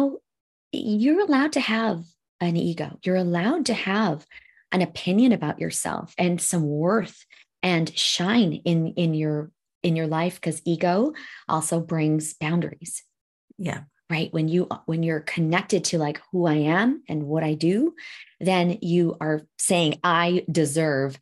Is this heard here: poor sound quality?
no